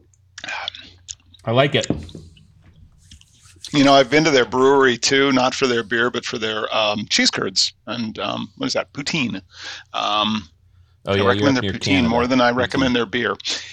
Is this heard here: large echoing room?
no